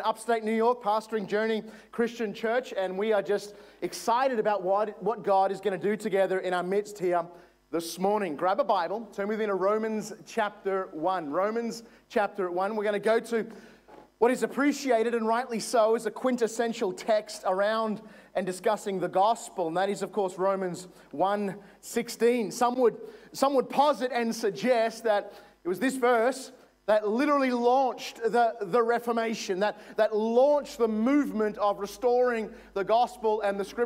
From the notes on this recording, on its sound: This is from session one of our Stand Firm Conference in 2022.